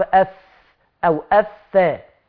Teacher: لساني الطرف بتاعه في الخارج ومصطدم او متعامد عليه اطراف الثنايا العليا، اطراف سنانك من فوق.